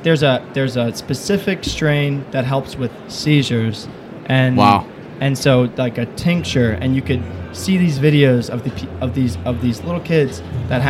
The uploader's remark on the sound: We are recording this episode in the center of MJBiZCon!